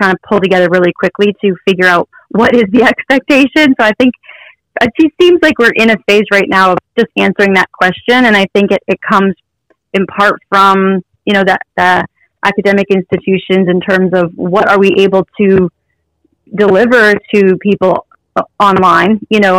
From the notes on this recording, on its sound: I had an awesome phone interview today